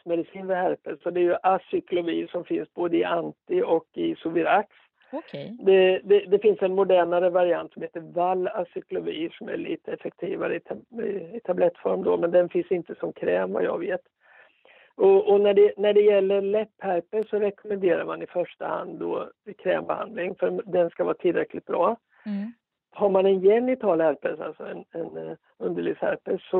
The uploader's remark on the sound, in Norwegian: En liten telefonintervju.